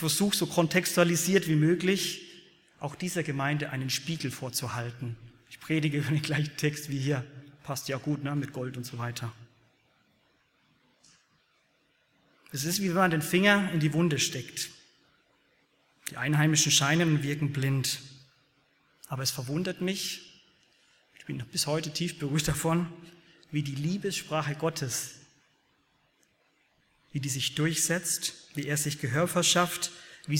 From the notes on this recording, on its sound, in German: aus dem Gottesdienst der Liebenzeller Mission